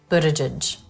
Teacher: The T is a flap T, which is normal for a T between vowels in American English. It sounds like the D.